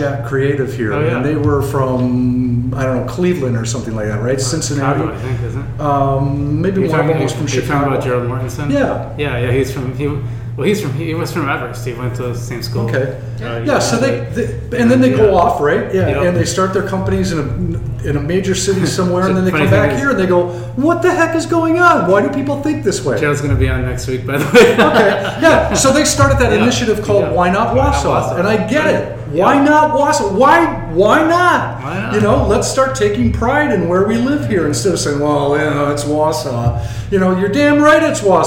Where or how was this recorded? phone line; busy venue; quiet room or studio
busy venue